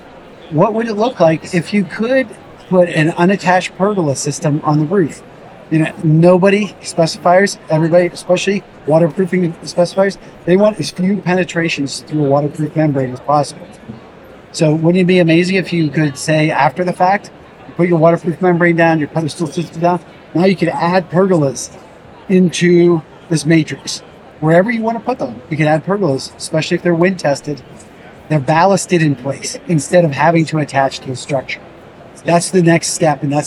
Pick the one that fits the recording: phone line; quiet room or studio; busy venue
busy venue